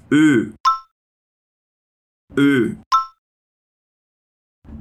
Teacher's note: Agora deixa a parte de dentro da sua boca quietinha e só arredonda os seus lábios, como se você fosse pronunciar um O Ö. · Term: esse som ö